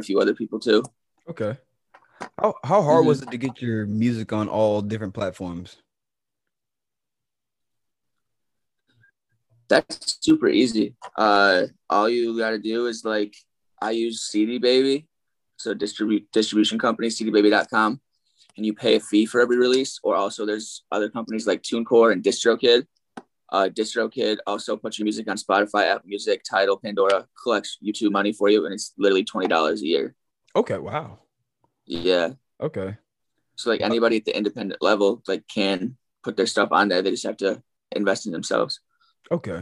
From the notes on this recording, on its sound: First Zoom Podcast